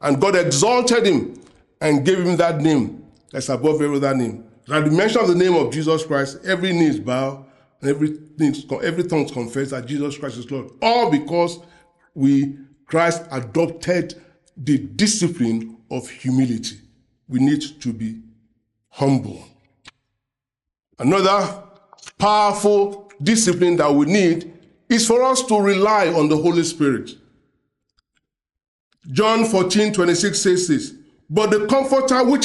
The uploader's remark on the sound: preached during the Sunday Service